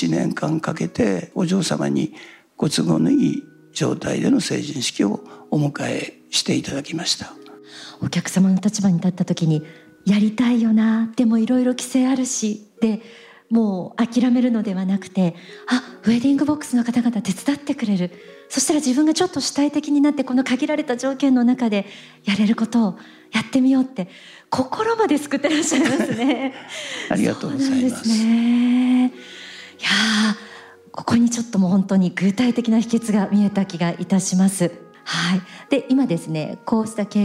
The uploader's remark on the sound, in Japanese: ハッピー・サイエンス・ユニバーシティ未来創造・東京キャンパスにて「天使のモーニングコール」公開録音が行われました。